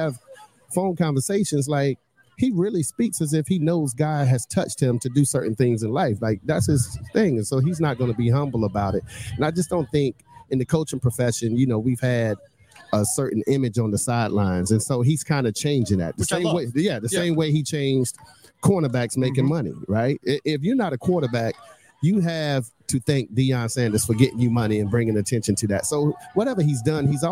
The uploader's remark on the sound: Broadcasting live from Enloe High School in Raleigh ahead of their homecoming football game against Broughton.